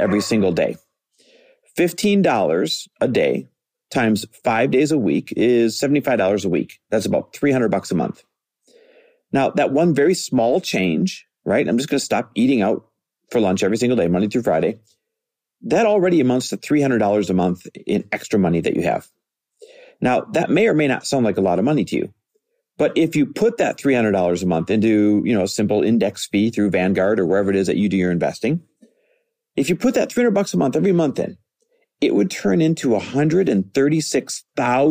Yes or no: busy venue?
no